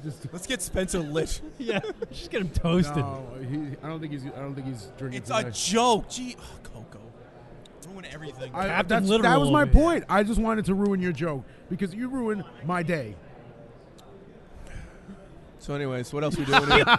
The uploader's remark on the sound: Live audio from the Blog WOrld Expo in NYC.